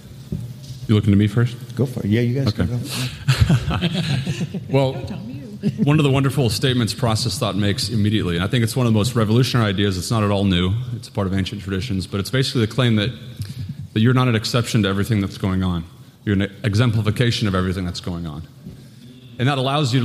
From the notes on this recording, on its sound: live at 2022 Theology Beer Camp